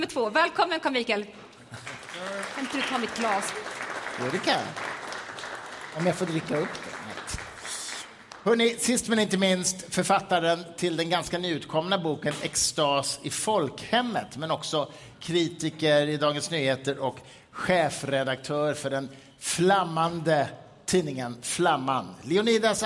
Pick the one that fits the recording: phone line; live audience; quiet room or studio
live audience